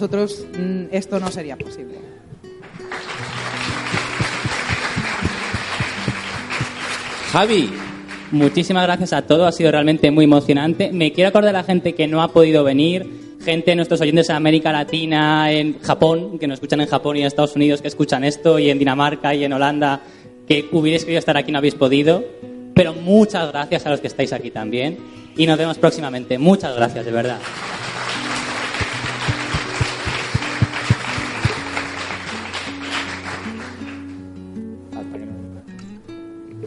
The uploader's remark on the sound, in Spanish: Aquí tenéis el programa en directo grabado en el Paraninfo de la Universidad Profesional de Osuna. Con motivo de la celebración del Podcast de Hielo y Fuego nº 200.